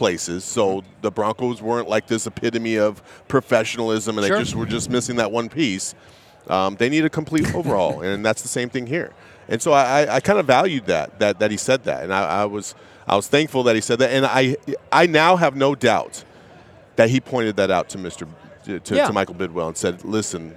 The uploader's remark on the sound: LIVE from Radio Row